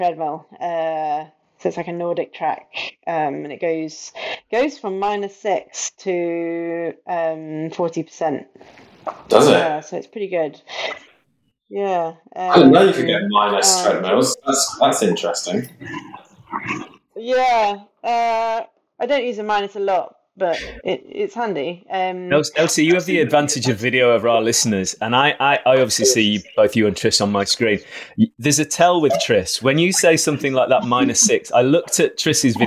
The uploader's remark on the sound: The audio quality is fairly poor on this one.